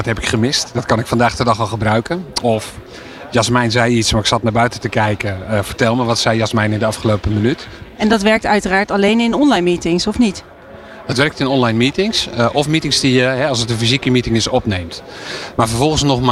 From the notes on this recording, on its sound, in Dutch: Live-verslag van de Remote Working Summit. Een dag bomvol kennis en inspiratie, met tien keynote sessies, meer dan 25 seminars en zeven live debatten én veel netwerkmogelijkheden op het beursplein.